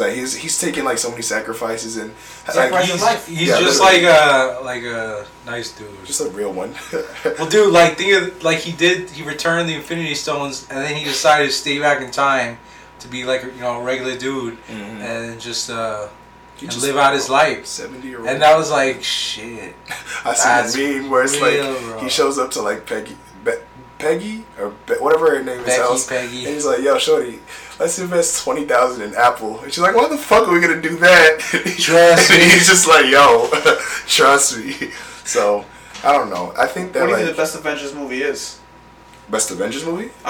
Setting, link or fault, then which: fault, poor sound quality